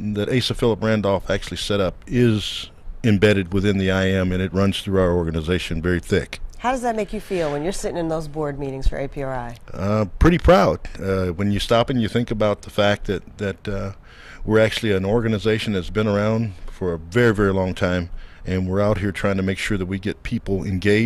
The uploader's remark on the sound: On-location at the 50th National Education Conference of the A. Philip Randolph Institute in Minnesota.